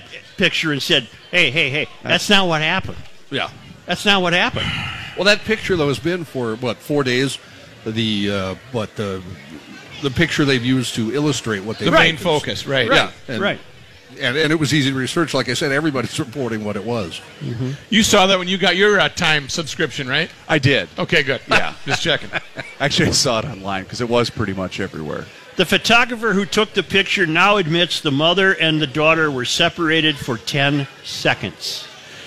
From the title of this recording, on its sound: Live at O'Gara's